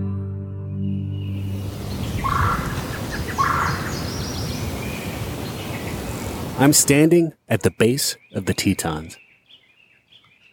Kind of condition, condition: setting, outdoors